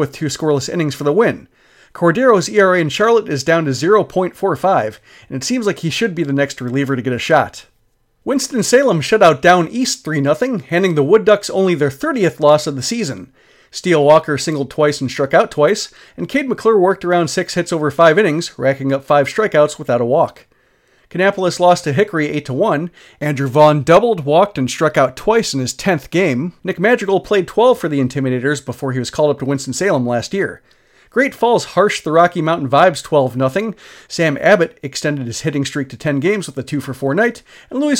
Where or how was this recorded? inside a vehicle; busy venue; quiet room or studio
quiet room or studio